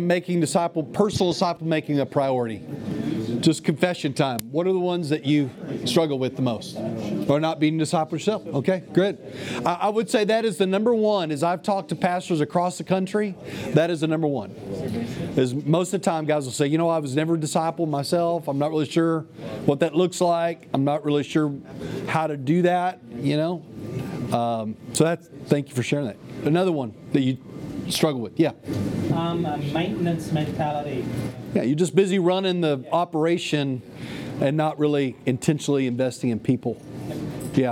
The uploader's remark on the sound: The following audio comes from the National Disciple Making Forum by Discipleship.org . An organization called discipleFIRST hosted a track called "Developing a Disciple Making Culture."